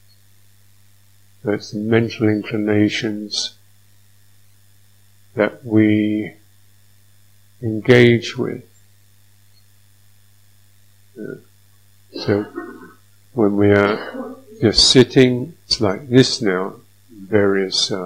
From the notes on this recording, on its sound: sound quality issues